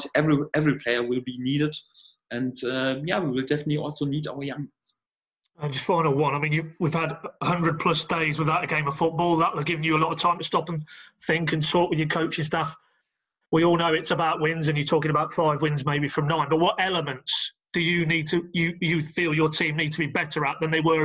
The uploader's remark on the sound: video conference with the media